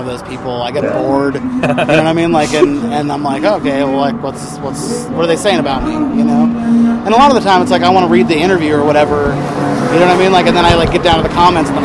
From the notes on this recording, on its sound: Outside the Lion's Lair in Denver, Colorado. BONUS LIVE TRACKS.